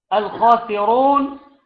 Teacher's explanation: الخاسرون قلنا الحروف مرققة ما عدا حرف الخاء فهو حرف مفخم، والراء مفخمة